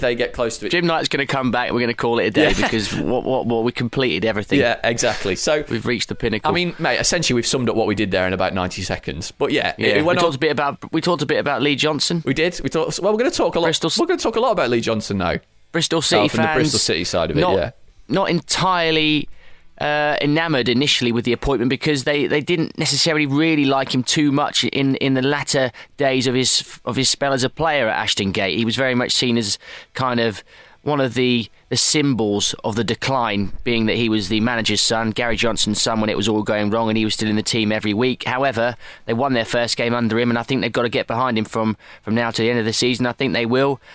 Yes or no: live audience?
no